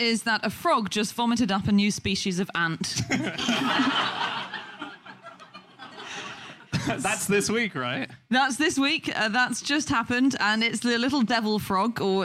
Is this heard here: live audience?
yes